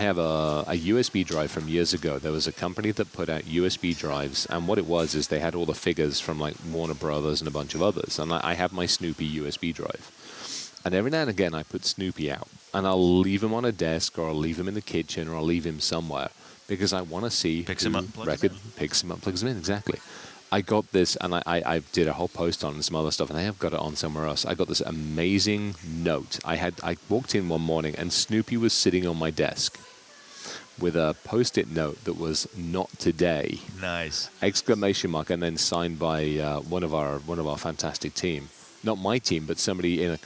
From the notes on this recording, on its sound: recording from the HIP Global 2023 conference in NYC.